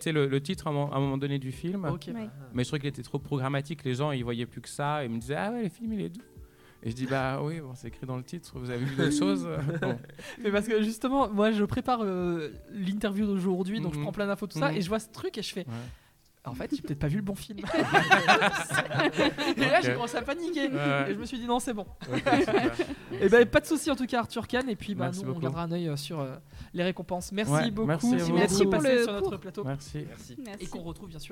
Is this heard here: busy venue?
yes